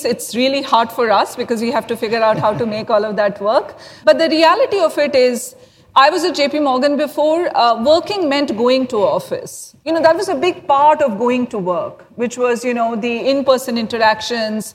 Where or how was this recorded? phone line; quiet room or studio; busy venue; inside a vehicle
busy venue